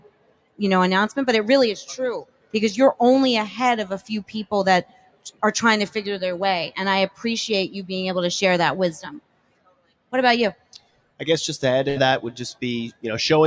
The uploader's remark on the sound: Recording Live from the metroburb's favorite block at Bell Works. An incredible panel of hiring & inspiring leaders from Monmouth County.